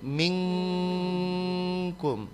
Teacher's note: Minkum itu ikhfa. Dan harus langsung dibaca dengan NG.